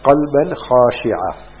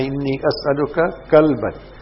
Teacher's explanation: instead of the qaf, we pronounce the kaf. · Shown in: second take · So we ask, Allahumma inni as'aluka kalban.